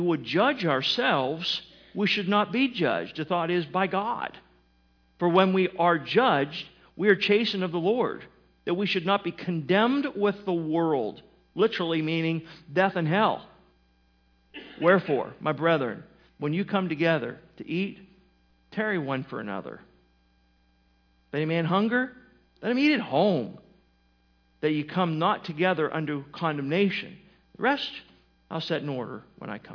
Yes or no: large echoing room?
yes